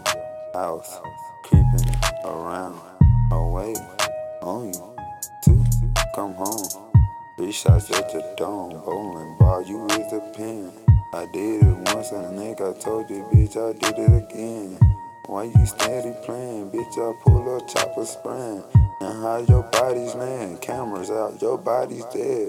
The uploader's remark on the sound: Straight From A Phone. Everything Done Just From A Phone.